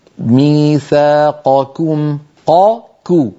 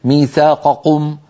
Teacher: القاف مفخمة والكاف مرققة · Shown in: first take · فعلى القارئ عندما يقرأ أن يلاحظ تفخيم القاف وترقيق الكاف، فيقول ميثاقكم قاكو ولا يقول مثلا ميثاقكم، يعني يأتي بشبه قافين أو بشبه كافين ميثاقكم، لا هكذا ولا هكذا.